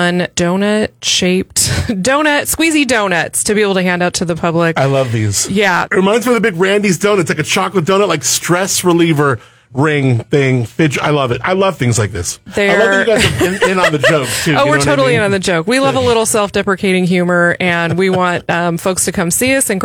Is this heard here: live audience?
no